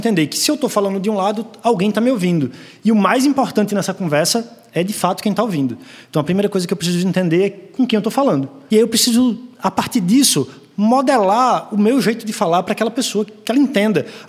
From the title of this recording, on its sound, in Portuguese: Gravação AO VIVO